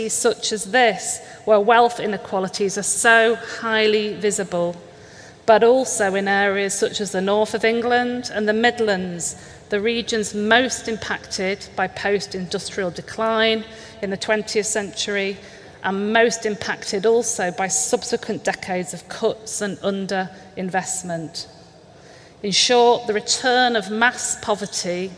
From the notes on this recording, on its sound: This is a keynote conversation hosted by the Identities journal and the British Library.